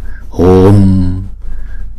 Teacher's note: chữ u này chúng ta kéo dài hai nhịp